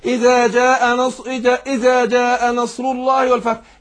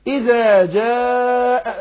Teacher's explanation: المد هنا ما جا اربع حركات · Shown in: second take · Term: مد متصل